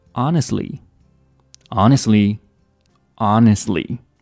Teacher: 我们把那个 t 直接省略掉，读成 honestly